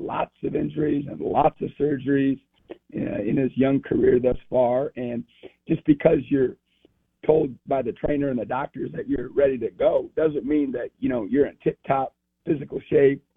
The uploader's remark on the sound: Joins the show on the Farm Bureau guest line talking about the team at this point in the season live in the BankPlus Studio.